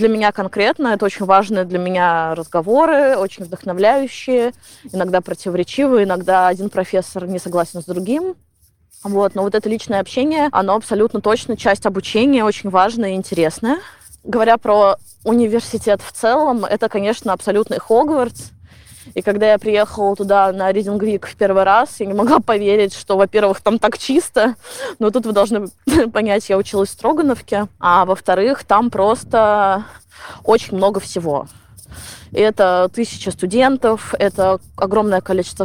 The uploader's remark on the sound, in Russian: плохой звук, потому что я хожу по Гайд-парку.